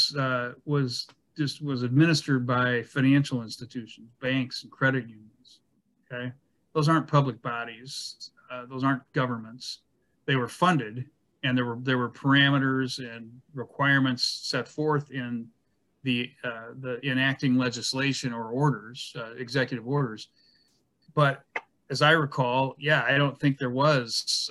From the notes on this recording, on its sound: University Heights City Council Meeting of August 9, 2022 was held on Zoom.